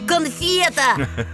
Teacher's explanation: В слове конфета звука «ф» нет. А есть звук «фи» мягкий.